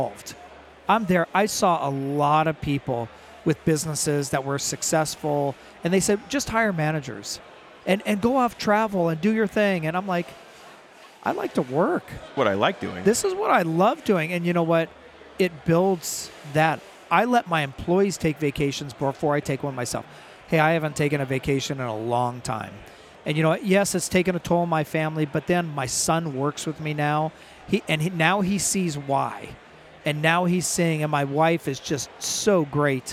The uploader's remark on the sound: live from the "Rugged Pavilion" at the Sand Sports Super Show!